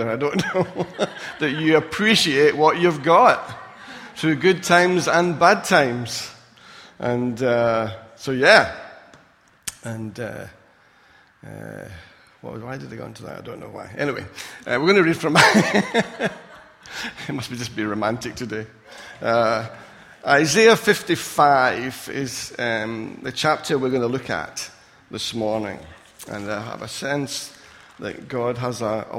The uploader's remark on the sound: Recorded at freedomcentre church, Preston on Sunday 3rd September 2017.